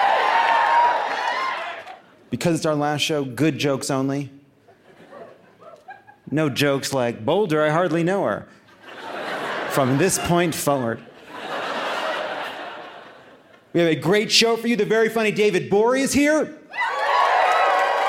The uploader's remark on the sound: Live from Boulder!